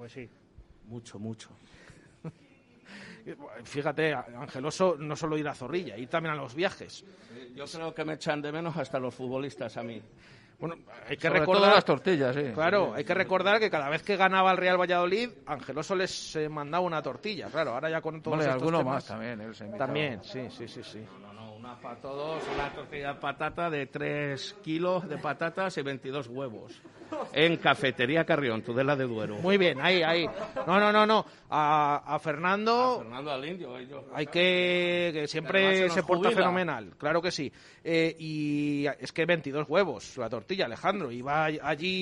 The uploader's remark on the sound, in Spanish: Tertulia de peñistas del REAL VALLADOLID en directo desde el KOKOMO Sports Bar en Huerta del Rey.